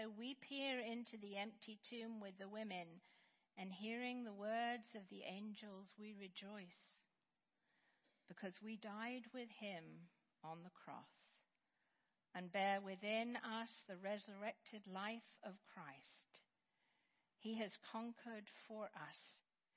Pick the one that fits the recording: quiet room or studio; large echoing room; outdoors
large echoing room